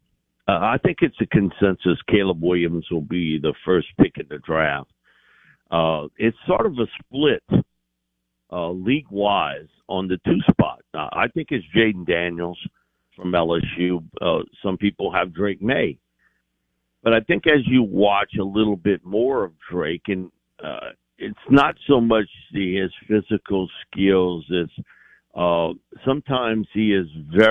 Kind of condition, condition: link, phone line